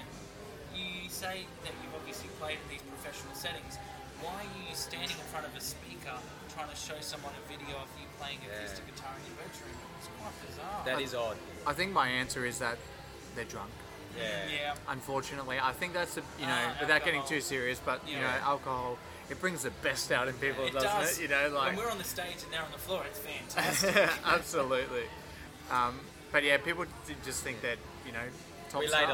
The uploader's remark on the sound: Recorded live on Australia Day 2020 at the Beerwah Hotel, QLD.